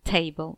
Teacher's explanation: a stressed syllable followed by an unstressed syllable · Term: trochee